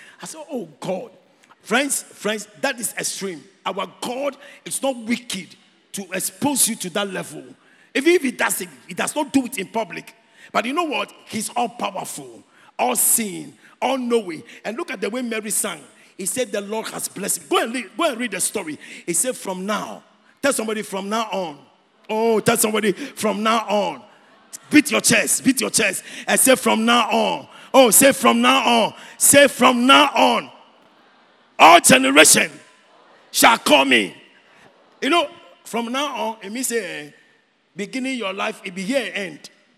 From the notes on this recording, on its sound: Preached at the Youth Service, Calvary Baptist Church, Adabraka